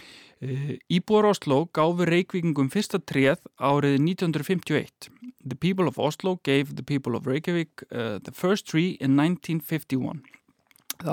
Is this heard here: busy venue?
no